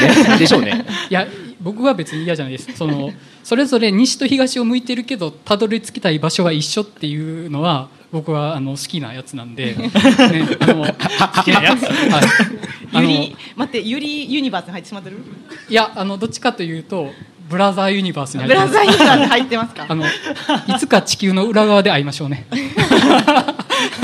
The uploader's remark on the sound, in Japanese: 公開収録in NakedLoft YOKOHAMA。ネイキッドロフト横浜で行われた公開収録にて。